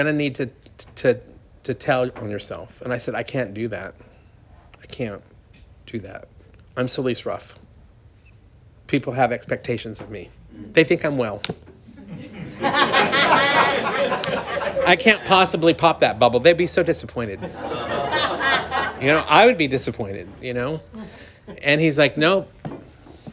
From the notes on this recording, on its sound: Austin Texas 1st Things 1st Quarterly Potluck Speaker Meeting. A recording of my favorite 6am meeting in south Austin at the 617 Foundation.